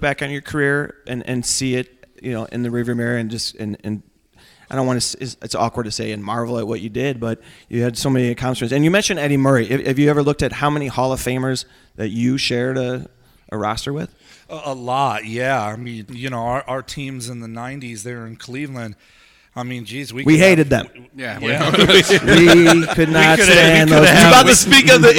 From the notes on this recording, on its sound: live from SoxFest 2017!